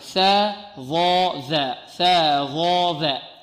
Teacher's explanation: مثلثة تخرج من طرف اللسان مع طرف الثاني العليا